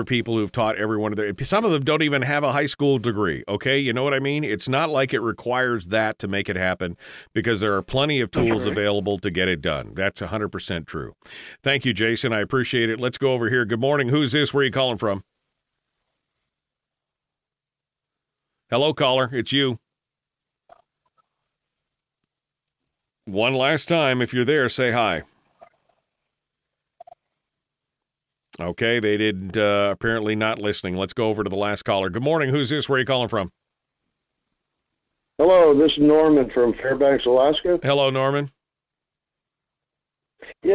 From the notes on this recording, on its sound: Then we'll take some phone calls